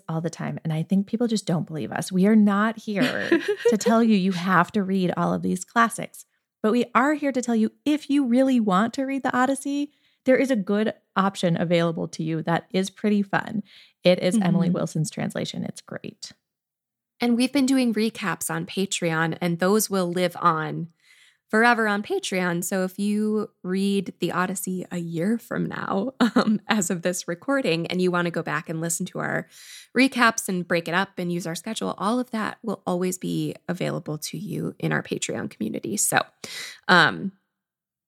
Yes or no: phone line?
no